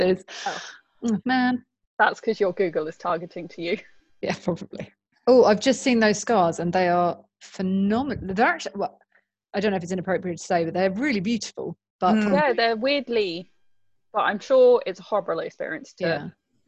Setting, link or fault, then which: link, video call